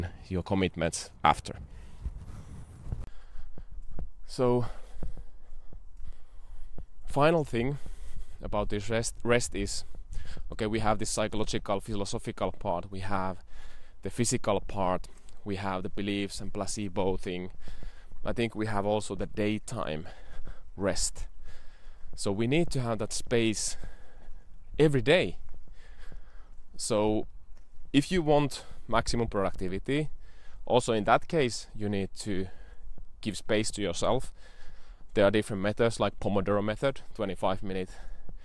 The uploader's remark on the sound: I am also trialing a new format of walk & talk in the nature.